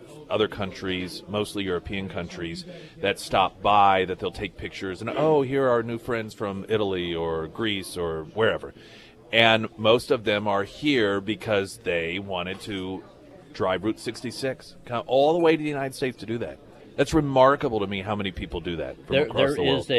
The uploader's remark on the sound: live at Scramblers Diner